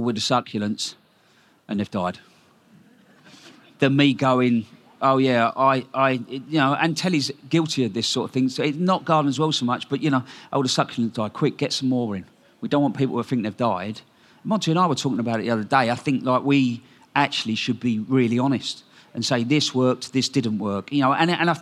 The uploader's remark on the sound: Recorded at BBC Gardeners’ World Live